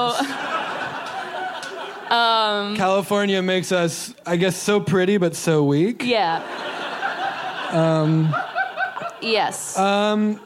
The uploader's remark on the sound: LIVE from Chicago PodFest